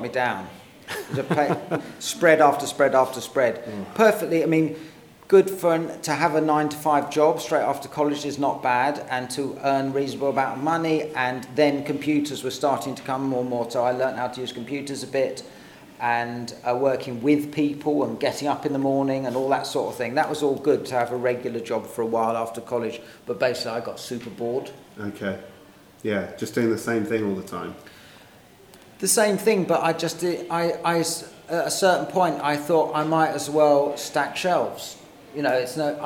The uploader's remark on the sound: Live at BIF. At this years BIF here in Brighton we had the pleasure of interviewing. In front a live audience.